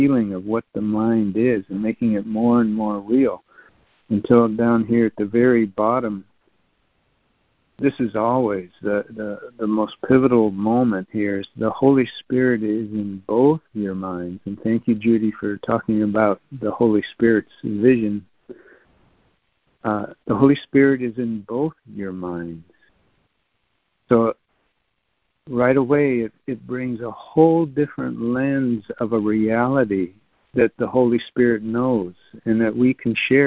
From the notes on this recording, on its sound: ACIM Daily Conference Call